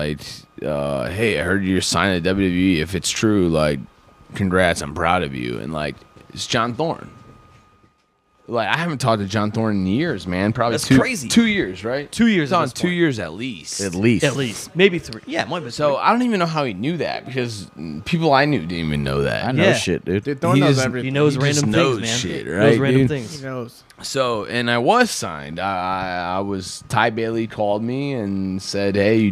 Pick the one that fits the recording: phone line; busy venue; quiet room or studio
busy venue